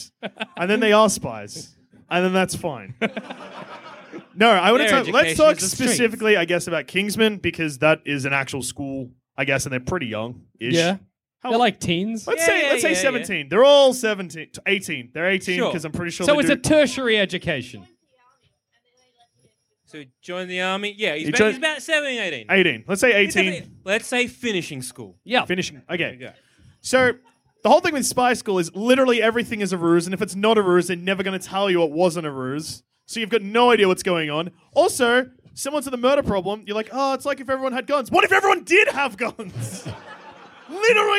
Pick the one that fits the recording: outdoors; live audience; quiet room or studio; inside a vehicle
live audience